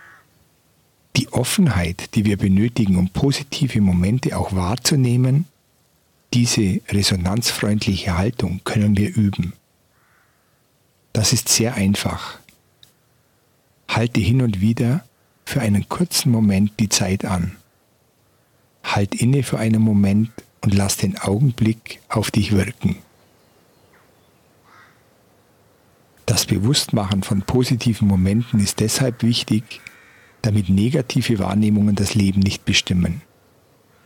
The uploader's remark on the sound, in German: Für die Naturaufnahme die Ihr heute hört bin ich im Spätherbst in den bayerischen Alpen wandern gewesen. Die Seeonalm liegt einsam in ein einem Talkessel vor einem kleinen Weiher. Ich habe mich mit meinem Ton-Aufnahmegerät etwas oberhalb der Alm unter einen Baum mit herbstlich goldenen Blättern gelegt.